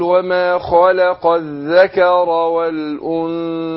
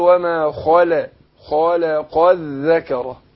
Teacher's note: انا فخمت الخاء ورحت مرقق اللام ومفخم الايه القاف · Term: تفخيم